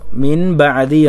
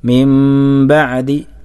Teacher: അപ്പോൾ മിൻ ബഅദി എന്നല്ല ഓതേണ്ടത്, മിം ബഅദി, മിം എന്ന് ചുണ്ട് മുഴുവനായി പൂട്ടി ഒന്ന് ഓതാൻ പാടില്ല, അല്പം ഒരു വിടവ് ചുണ്ടുകൾ തമ്മിൽ ഉണ്ടാകണം · Shown in: second take · മിം ബഅദി ഗുന്നത്തും ഉണ്ടാകണം, ശേഷം അവിടെ മീമാക്കി നൂന മറിക്കുകയും വേണം. · Term: ഇഖ്ലാബ്